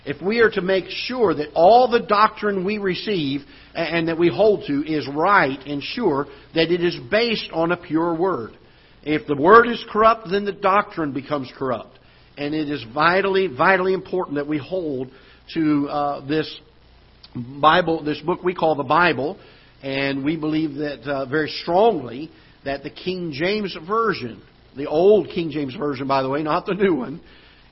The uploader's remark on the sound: Ketha Heights Baptist Church ~ Live Broadcast